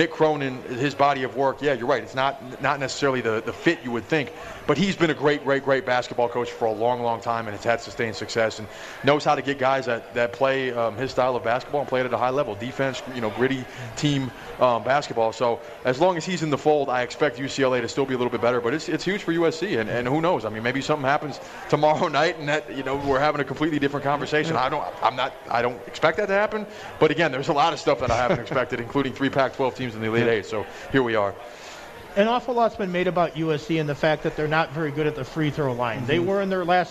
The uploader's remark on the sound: More March Madness atmosphere live from The Cosmopolitan of Las Vegas.